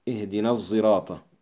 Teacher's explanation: ليس زايا، صاد مع زاء، اهدنا الصراط. فإن النطق بصاده فيها معجم متوسط بين الصاد والزاي · Term: حروف الإشمام